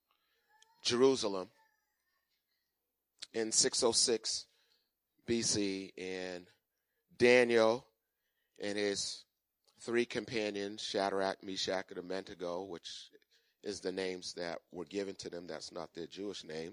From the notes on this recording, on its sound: Recorded on 2017-02-19 at the 08:30am Service.